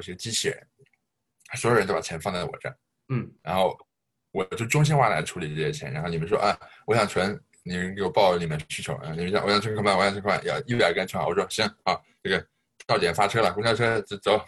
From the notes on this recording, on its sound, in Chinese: 在zoom上远程聊了一次